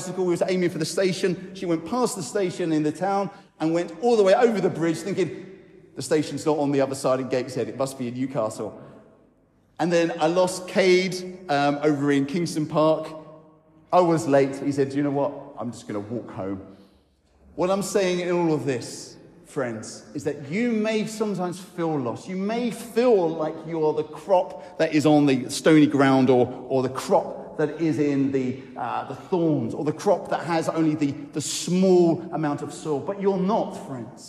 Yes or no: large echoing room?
yes